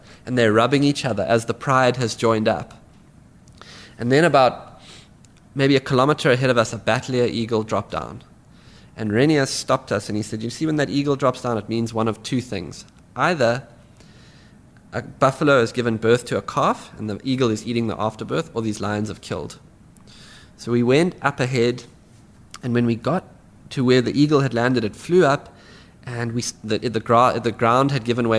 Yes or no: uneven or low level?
no